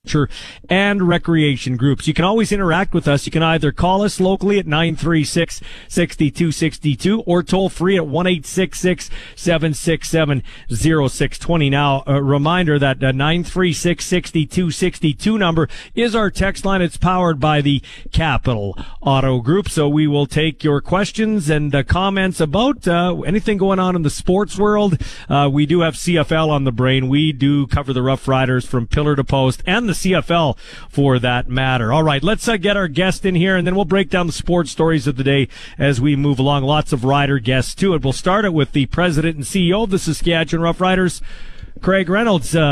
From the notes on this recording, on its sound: LIVE in Saskatoon for #Riders Training Camp